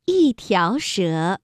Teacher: 一条蛇的一读四声，给好读半三声